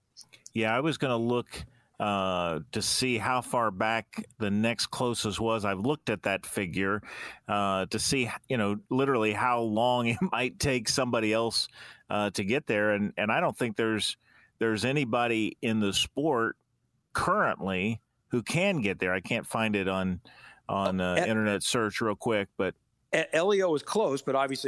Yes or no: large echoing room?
no